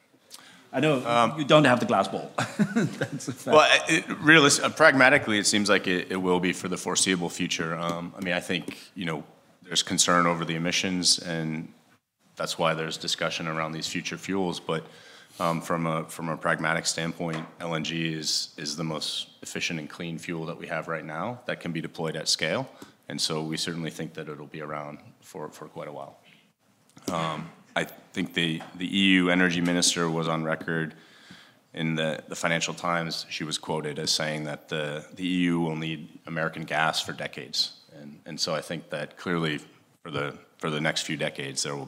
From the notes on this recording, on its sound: ENERGY SECURITY PANEL at the 3rd Annual Capital Link German Maritime Forum, Hamburg Germany. At the Radisson Blu Hotel in Hamburg, Germany.